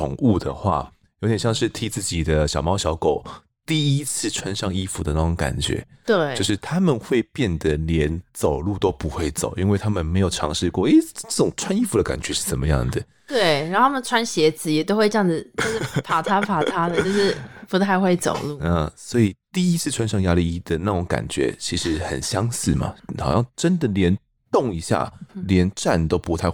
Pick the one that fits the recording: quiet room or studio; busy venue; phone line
quiet room or studio